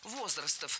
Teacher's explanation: Было сказано «возрастов», но это неверно. Ударение в нашем слове должно падать на первый слог